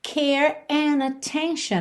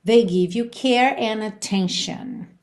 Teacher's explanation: Atenção que ele juntou and com attention pela letra N